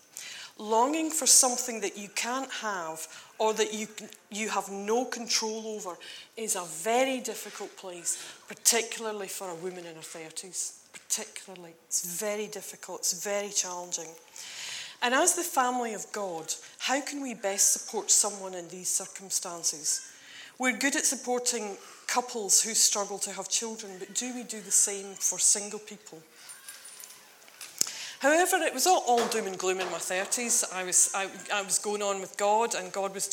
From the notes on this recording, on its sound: on 30th June 2019 at King's Church, Cockermouth